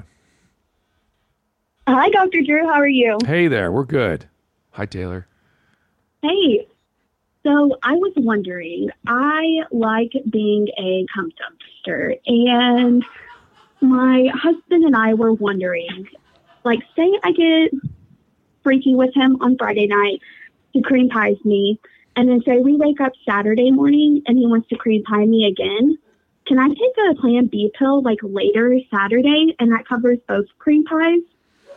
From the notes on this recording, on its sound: before they jump into live calls